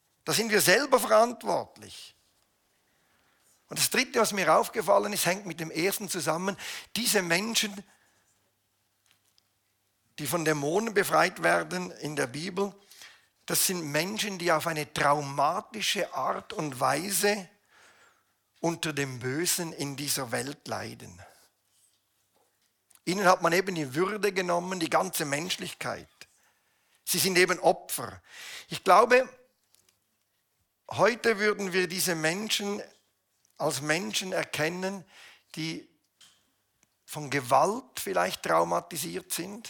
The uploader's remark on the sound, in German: Eine Predigt der BewegungPlus Burgdorf